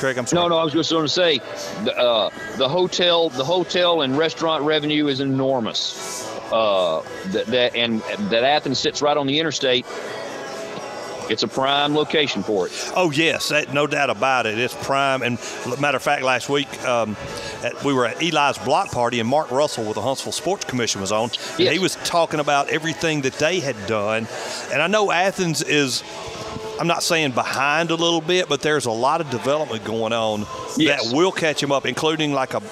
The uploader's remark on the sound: Live at Lucy's BARge for Cornhole for a Cure